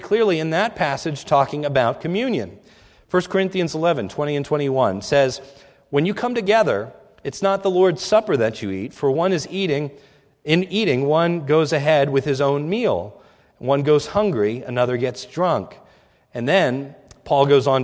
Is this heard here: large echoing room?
yes